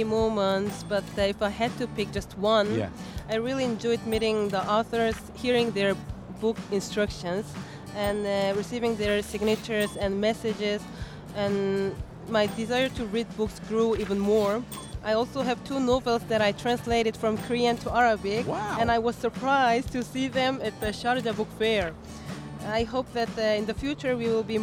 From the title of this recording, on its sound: Live from SIBF 2023